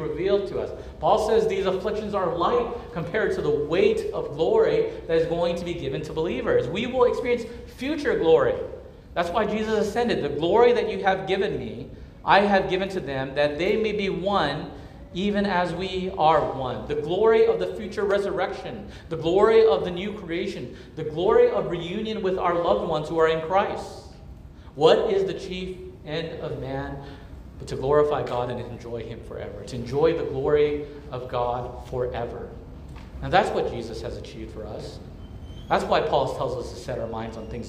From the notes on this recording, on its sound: at Immanuel Church of Orange County on July 23, 2023